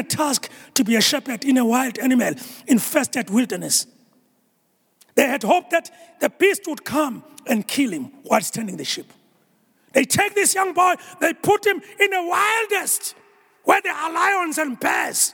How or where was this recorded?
large echoing room